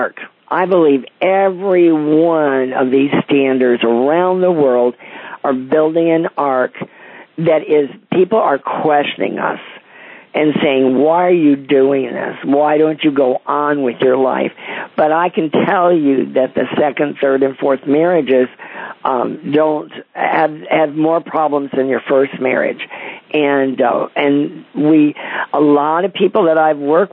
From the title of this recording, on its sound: CONFERENCE CALL